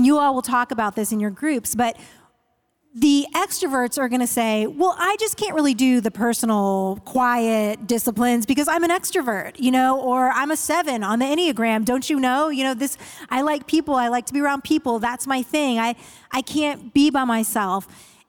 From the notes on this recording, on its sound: Today’s episode starts our new season off strong, complete with our first-ever live audience!